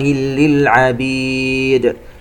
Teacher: وما ربك بظلام للعبيد، تنوين وبعدها حرف اللام إدغام بغير غنة، ونقلق الدال للعبيد لأنها سكنت وقفا